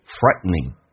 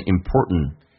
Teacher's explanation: frightening 这个单词经常在口语化当中会比较偷懒， T 跟 N 组合会把 T 去掉变成 frightening